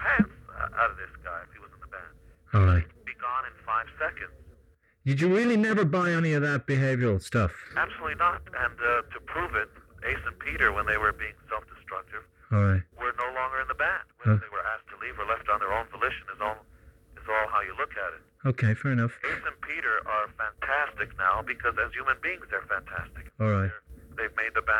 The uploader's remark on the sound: If you are looking for Hi-Fi sound you came to the wrong place, it's a not-so-clear phone interview.